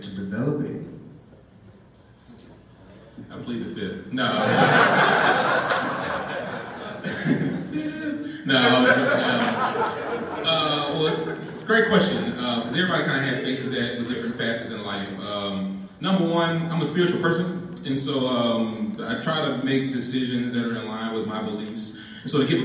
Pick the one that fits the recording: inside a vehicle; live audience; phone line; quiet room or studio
live audience